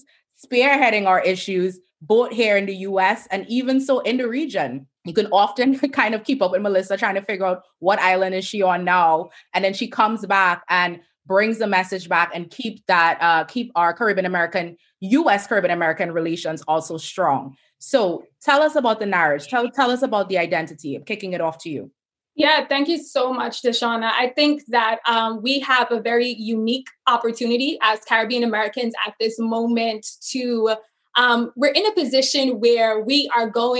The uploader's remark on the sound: This episode is a recording of the Virtual Town Hall - Caribbean Americans Vote: The Power of Our Vote and Voices in 2020.